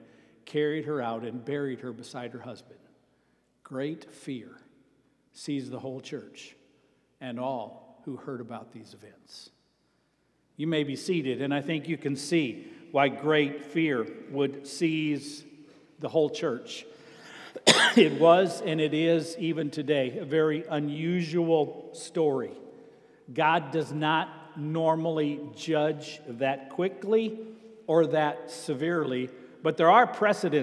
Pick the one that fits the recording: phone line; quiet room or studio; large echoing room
large echoing room